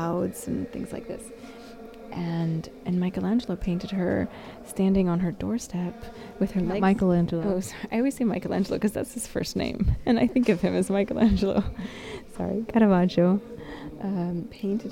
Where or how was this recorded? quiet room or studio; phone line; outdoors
outdoors